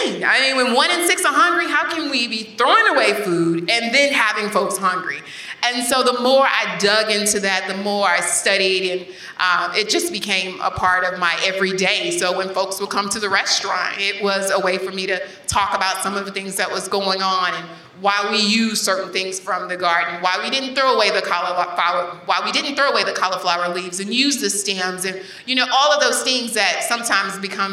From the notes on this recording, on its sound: in Princeton, New Jersey at the Bead Foundation Summit